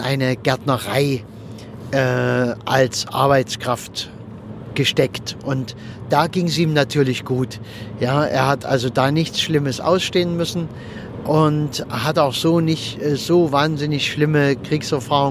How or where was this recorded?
inside a vehicle